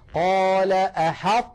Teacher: لاحظوا اسمعوني جيدا لأن الأمر دقيق وبحاجة إلى تدريب. قال أحط، نطقت الآن أنا طاء ساكنة غير مقلقلة وبقي المخرج مطبقا، أحطت وفتحته على تاء.